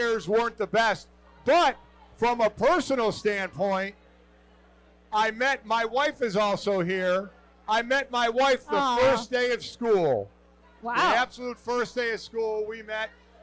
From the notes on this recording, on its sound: Livestream from O'Rourkes in South Bend. LIVE from O'Rourke's in South Bend,.